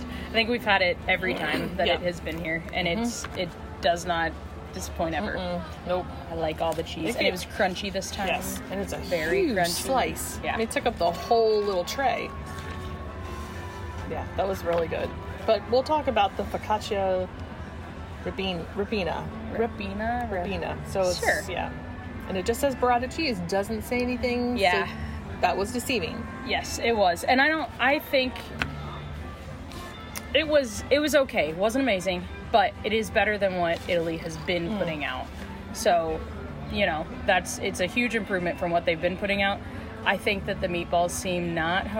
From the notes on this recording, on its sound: Quick Live Review: EPCOT International Food & Wine Festival 2023. Take a quick trip around World Showcase and give us live reviews of a few of the global marketplaces.